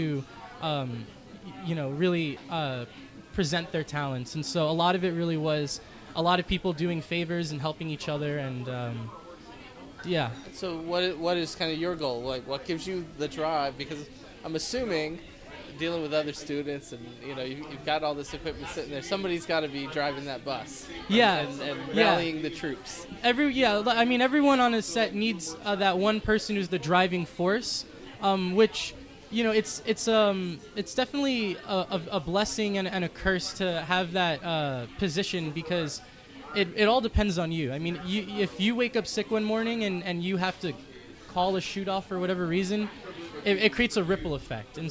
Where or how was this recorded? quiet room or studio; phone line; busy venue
busy venue